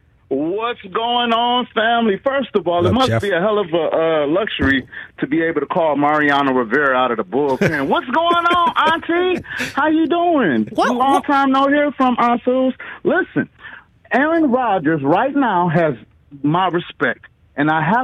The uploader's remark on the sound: calls in from the set of Peacock’s ‘Tokyo Gold’